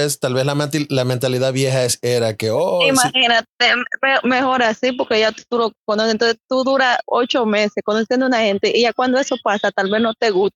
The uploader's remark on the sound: Today we have a sit down with my brother in law and a few friends with an over the phone interview.